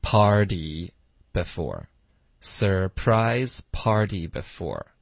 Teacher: party 的 t 我们浊化成一个的的音